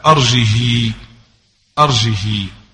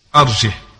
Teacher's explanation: قرأها الأصبهاني بكسر الهاء أرجه أرجه، وحفص بالإسكان